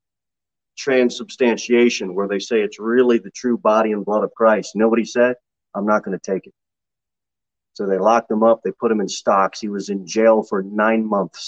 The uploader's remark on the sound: Sermon delivered at Pilgrim Baptist Church in Cookeville, TN. Jere Whitson Rd.